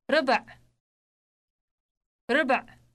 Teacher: It ends in that sound which is produced deep in the throat.